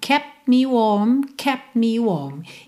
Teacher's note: Eu seguro um pouquinho esse lábio, sabe? Esse encontro labial por um pouquinho mais de tempo.